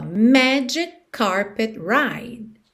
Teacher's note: magic termina em C, carpet começa em C, você liga num som só.